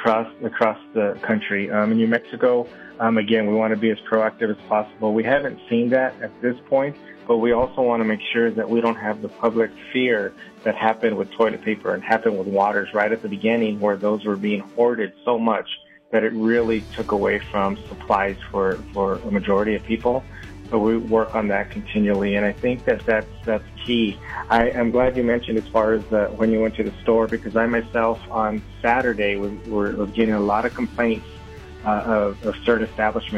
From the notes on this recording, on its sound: Weekly conference call.